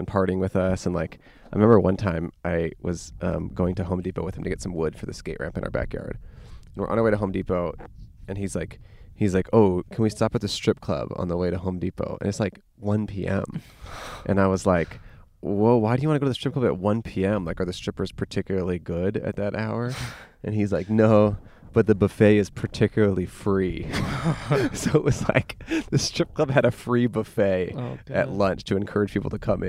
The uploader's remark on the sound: We went to the middle of the desert and played some stories sent in by listeners. Recorded in Joshua Tree National Park, California.